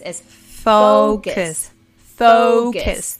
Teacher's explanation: el sonido de la O realmente suena como O que es casi como o u en español. Entonces, no olviden eso al pronunciar la palabra focus. · Term: diptongo con la O